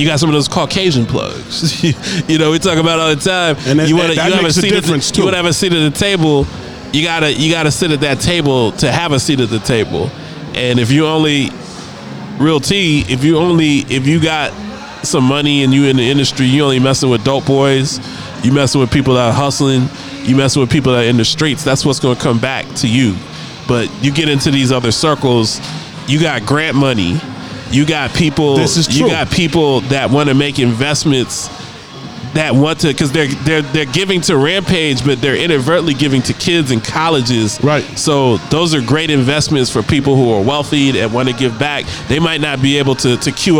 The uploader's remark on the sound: Live from Dave & Buster's